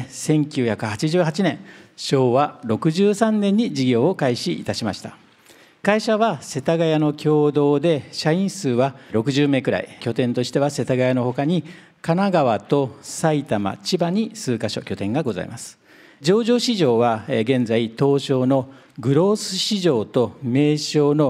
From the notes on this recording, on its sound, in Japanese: 2023年1月28日、東京・三田で行われた「ラジオNIKKEI 相場の福の神 注目企業ＩＲセミナー」から